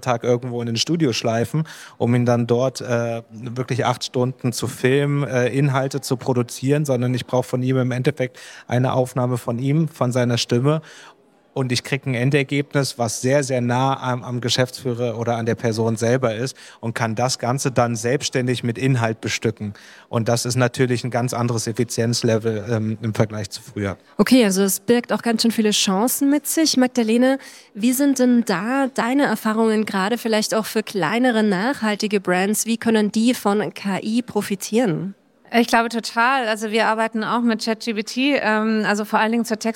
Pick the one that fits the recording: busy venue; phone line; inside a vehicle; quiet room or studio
busy venue